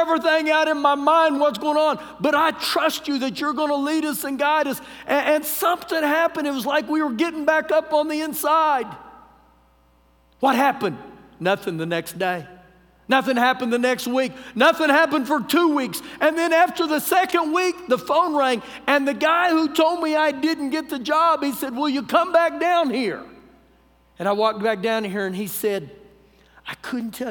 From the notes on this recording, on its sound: Recorded live during our Wednesday night service.